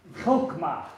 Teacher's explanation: You got to get that guttural H sound in there.